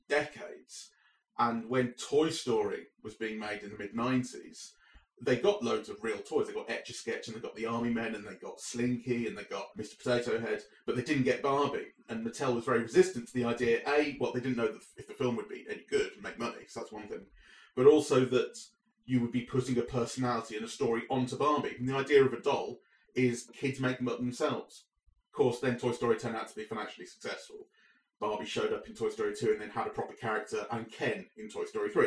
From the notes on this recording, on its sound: sorry about the audio early